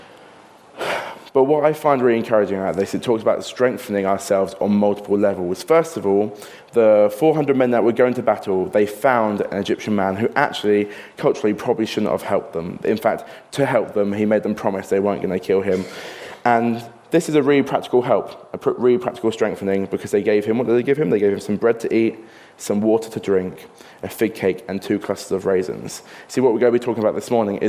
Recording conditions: large echoing room